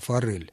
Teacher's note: «Р» не смягчается, произносится твердо.